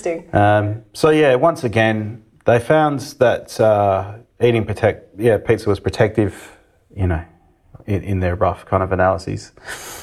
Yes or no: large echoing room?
no